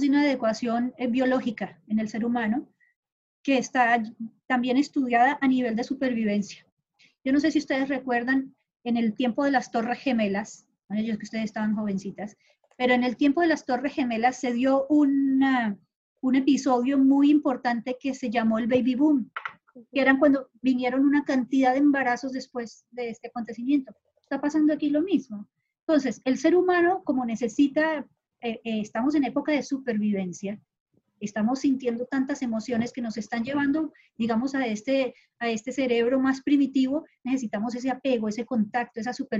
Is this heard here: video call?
yes